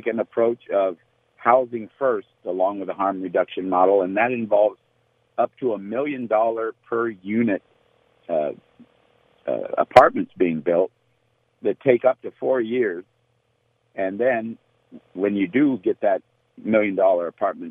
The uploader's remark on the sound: We continue open phone Friday where listeners can call in on any topic they'd like.